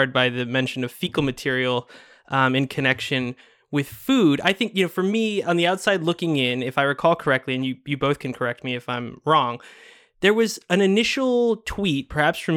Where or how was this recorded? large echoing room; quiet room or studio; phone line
quiet room or studio